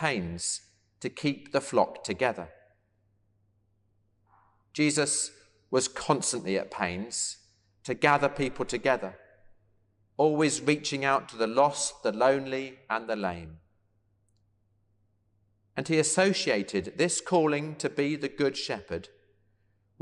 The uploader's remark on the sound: service of Sung Eucharist from All Saints Church Kingston